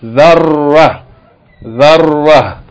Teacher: the ta marbut is pronounced like ha, like a regular H with no vowels